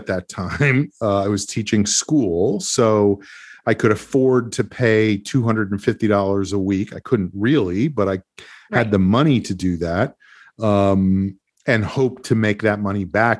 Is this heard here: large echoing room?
no